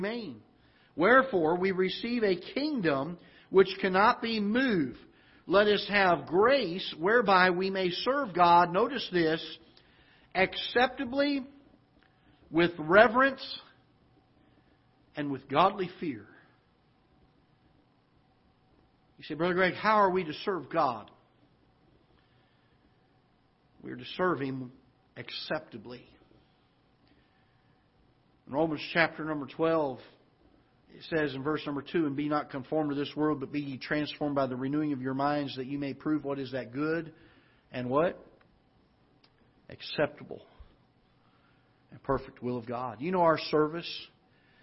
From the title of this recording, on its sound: Ketha Heights Baptist Church ~ Live Broadcast